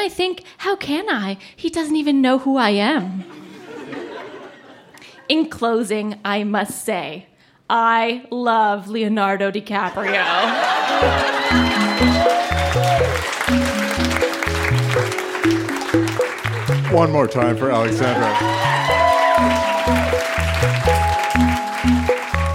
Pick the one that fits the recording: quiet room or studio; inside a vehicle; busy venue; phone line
busy venue